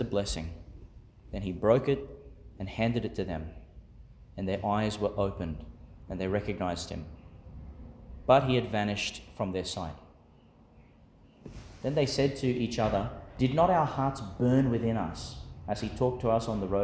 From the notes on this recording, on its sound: Homily for the Third Sunday in Eastertide, delivered in St Peter Chanel Catholic Church, Miriam Vale, Qld.